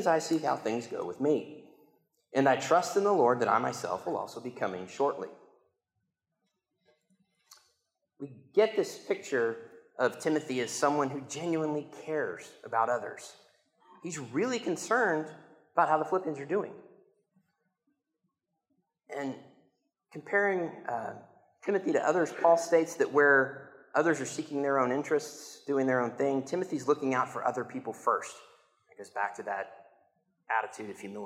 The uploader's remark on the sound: I got to preach the sermon in church this week, had the recording